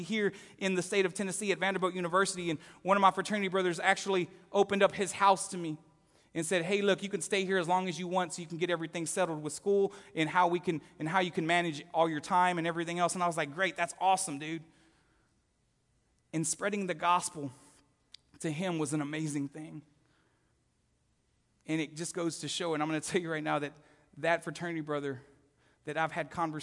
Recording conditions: live audience